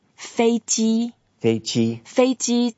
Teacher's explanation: 飞 is the first tone. 机 is also the first tone.